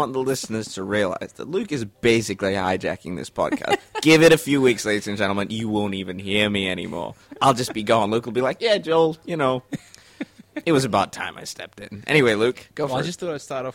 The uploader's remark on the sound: Recorded live at the Brunswick Street Bookstore.